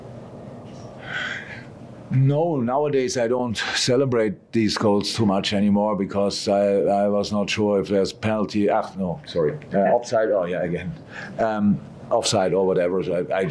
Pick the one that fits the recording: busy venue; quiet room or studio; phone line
busy venue